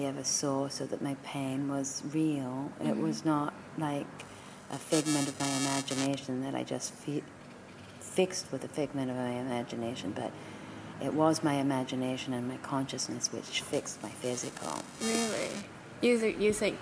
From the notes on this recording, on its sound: Little technical noise issue over this episode (bearable)